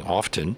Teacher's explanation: It's usually silence. But I do hear some people pronouncing the T saying often